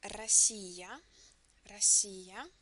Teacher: Russia in the Russian language sounds as Россия, Россия, with the stress on I